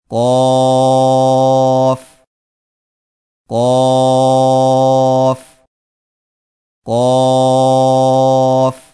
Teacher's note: قاف کی ادائیگی میں زبان کی جڑ کو کوے کے متصل تالو پر لگا کر موٹی آواز میں پڑھیں